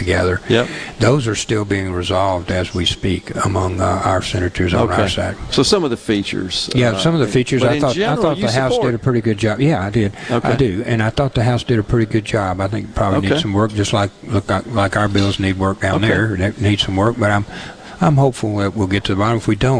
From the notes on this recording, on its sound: LIVE from the MS Trade Mart for MEC Capital Day